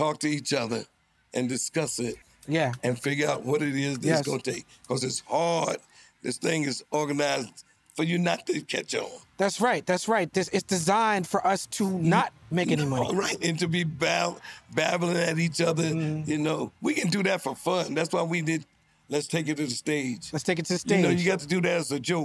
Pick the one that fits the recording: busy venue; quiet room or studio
busy venue